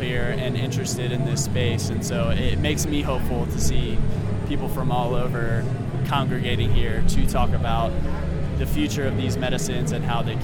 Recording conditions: busy venue